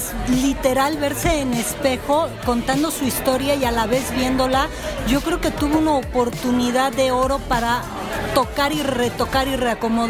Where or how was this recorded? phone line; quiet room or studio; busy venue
busy venue